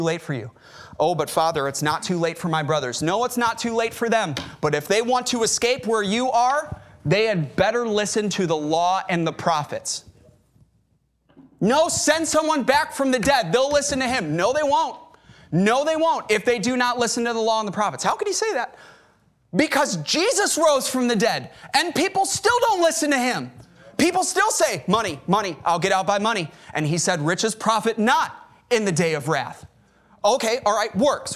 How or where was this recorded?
large echoing room